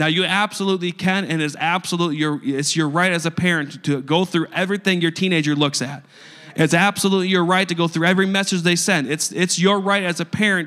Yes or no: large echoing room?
yes